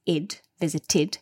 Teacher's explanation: So we've had visited, where we have the T, the dental consonant, meaning we must pronounce id, visited.